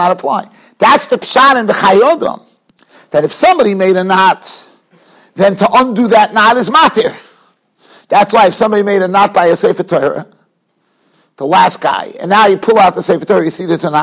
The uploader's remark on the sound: Shiur recorded in Yeshivas Ohr Reuven, Monsey, NY.